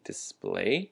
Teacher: the word display has the emphasis on the splay, display. That's a noun, and the word screen, screen, is also a noun with the same meaning, at least in this case.